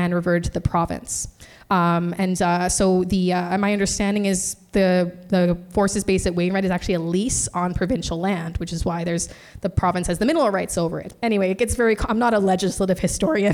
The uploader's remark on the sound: In this live podcast recording. This episode was recorded on September 21, 2023 at the Alfred H.